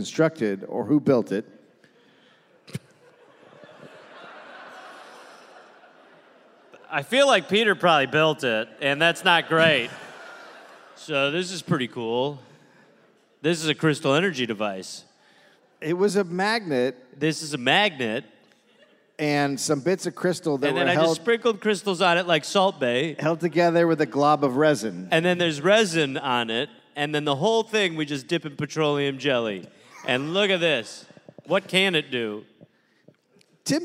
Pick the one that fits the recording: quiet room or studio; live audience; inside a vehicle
live audience